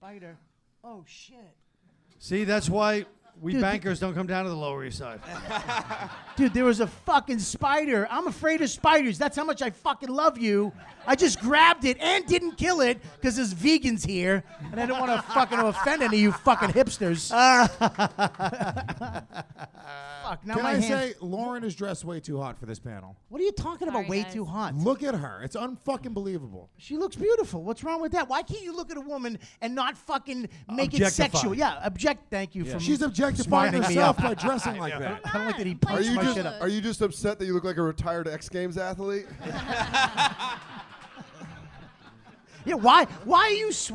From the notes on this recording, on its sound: YKWD Live at NYC Podfest.